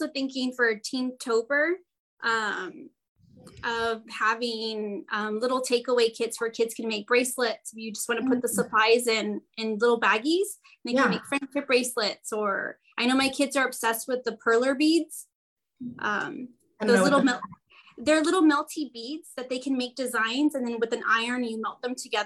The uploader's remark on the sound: This podcast is a recording from a Zoom event held with middle school librarian.